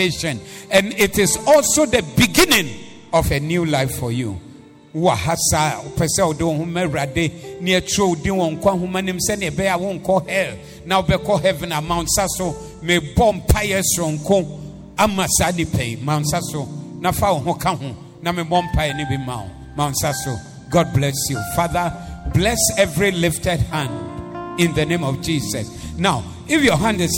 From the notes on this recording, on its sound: Preached at the Zeloo Service 14082022